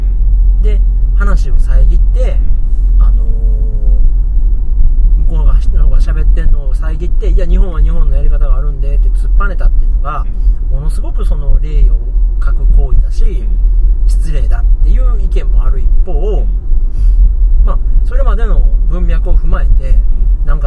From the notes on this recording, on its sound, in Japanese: ラーメン食べた帰り道に収録しました。